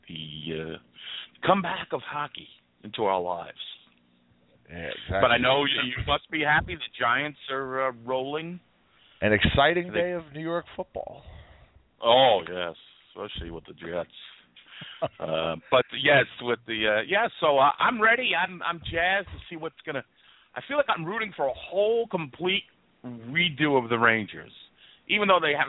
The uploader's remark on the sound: We take your calls, and there is a live interactive chat that takes place throughout the broadcast.